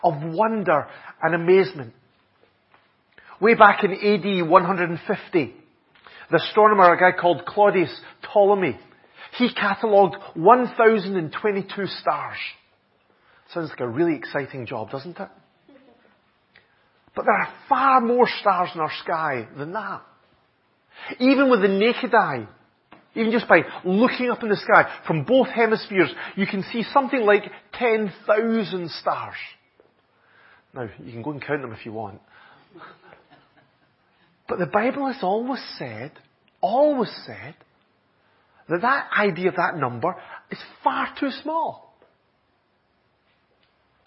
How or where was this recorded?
large echoing room